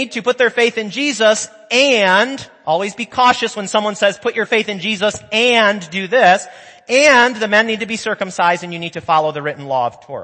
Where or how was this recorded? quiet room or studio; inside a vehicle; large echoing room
large echoing room